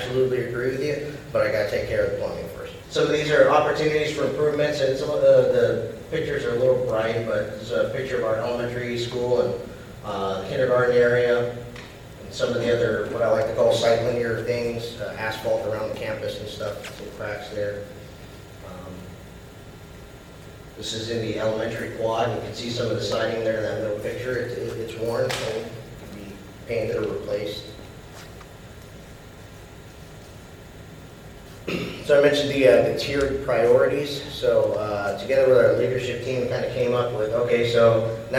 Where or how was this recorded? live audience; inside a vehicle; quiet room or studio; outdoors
live audience